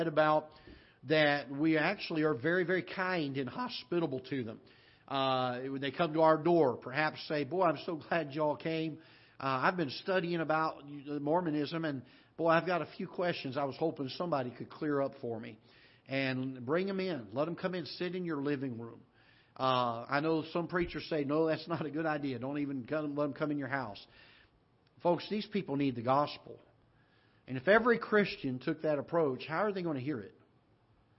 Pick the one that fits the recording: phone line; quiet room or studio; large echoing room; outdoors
large echoing room